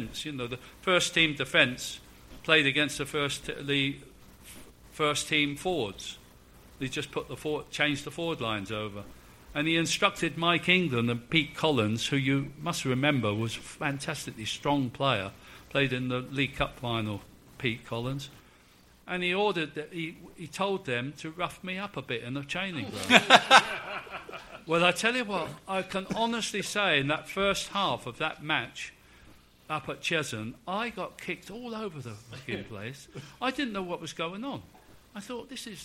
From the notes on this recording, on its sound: SpursShowLIVE. Exclusive live podcast for Spurs Show Season Ticket holders. We recorded three podcasts on the night (not bad value for a fiver a seat!).